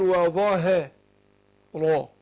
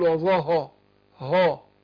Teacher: الظاء مفخمة والراء مفخمة والهاء مرققة في النص · Shown in: first take · فمش عايز الهاء تقع بين الاثنين وتفخم.